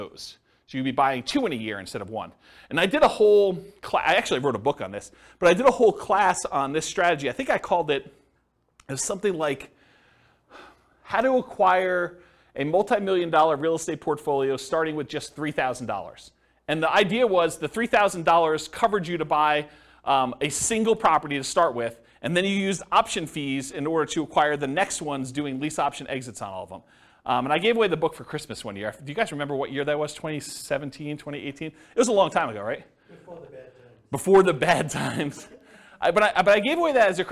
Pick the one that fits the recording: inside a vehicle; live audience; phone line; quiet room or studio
live audience